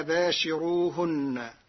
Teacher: أما كلمة باشروهن فقرأها ورش بترقيق الراء لوجود كسر قبلها